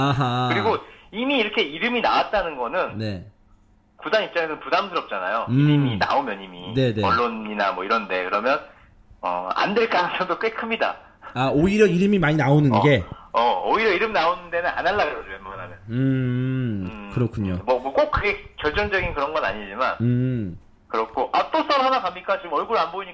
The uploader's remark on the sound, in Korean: 울산 관계자와 신속한 전화연결